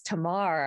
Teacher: It's just the way it would be pronounced in Hebrew. It's the accent is on the second syllable rather than the first. · Term: Hebrew pronunciation